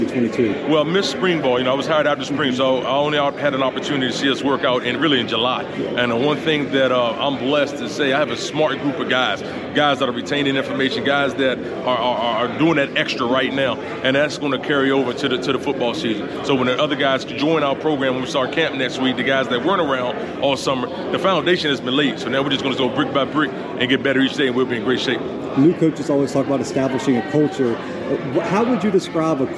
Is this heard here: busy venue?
yes